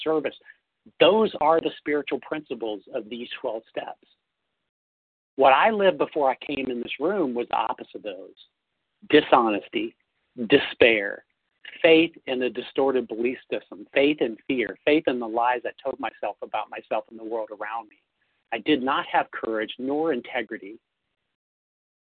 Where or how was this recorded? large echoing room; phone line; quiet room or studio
phone line